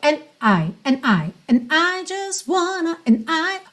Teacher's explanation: ele usou o D realmente como consoante oclusiva, ele fechou and I, and I, and I just wanna, and I, ok?